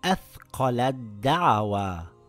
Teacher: Merging also happens to the ta and dal and vice versa. The ta gets dropped and is read as athqalat da'awa and not athqalat da'awa.